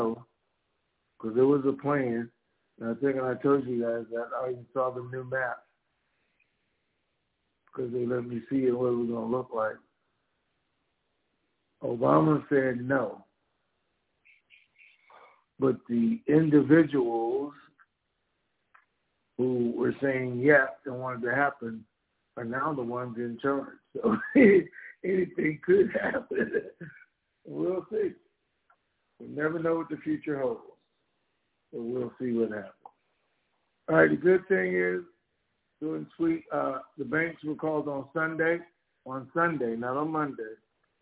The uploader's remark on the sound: TNTSuperfantastic Conference Call